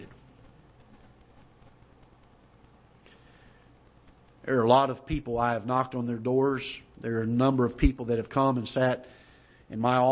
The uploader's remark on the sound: Ketha Heights Baptist Church ~ Live Broadcast